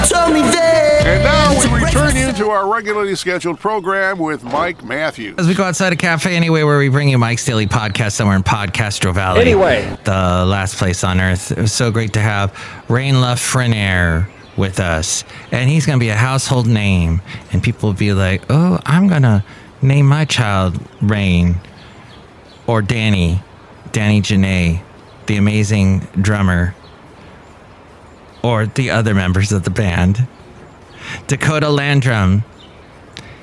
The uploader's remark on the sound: podcasts live from Café Anyway